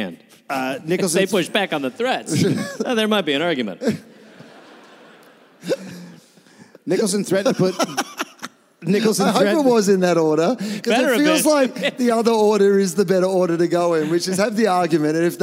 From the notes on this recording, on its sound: Recorded at Hamer Hall live in Melbourne